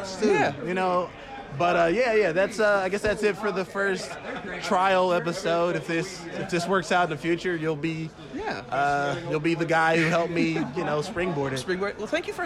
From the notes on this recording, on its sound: on the patio of our weekly Friday night mic at Hanks BBQ